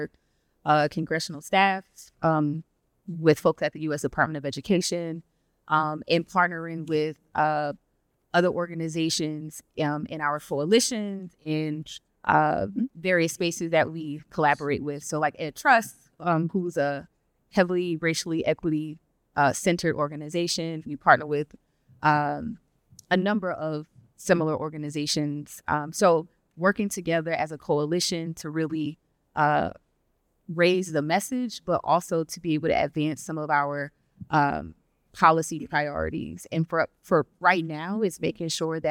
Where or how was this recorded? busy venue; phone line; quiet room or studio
busy venue